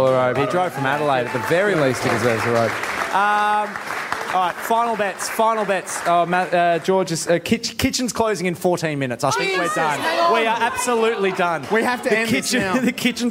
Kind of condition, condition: setting, busy venue